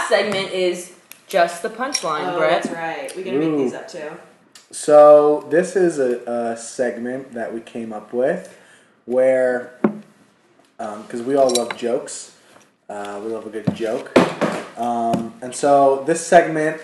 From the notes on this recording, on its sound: Sorry about all the background noise. We literally had a bag of chips right next to the microphone.